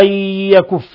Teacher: نون ساكنة جاء بعدها الياء إضغام بغنة